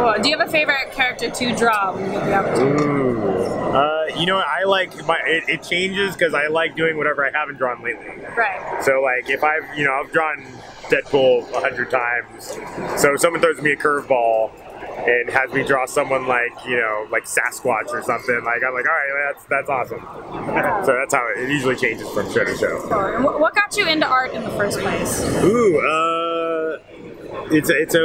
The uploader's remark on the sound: Live From WonderCon2018!